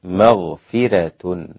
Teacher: مغفرة هنا الراء يرققها ورش، مغفرة هكذا، وهذه أصل عند الإمام ورش.